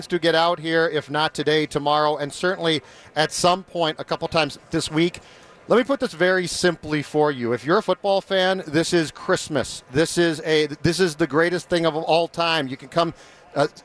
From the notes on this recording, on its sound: live from Radio Row